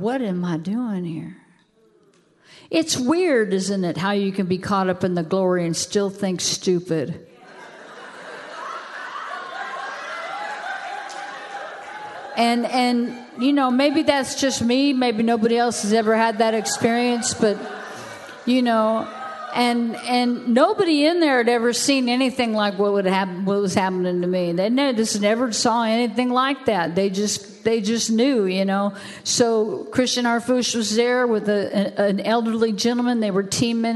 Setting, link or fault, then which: setting, large echoing room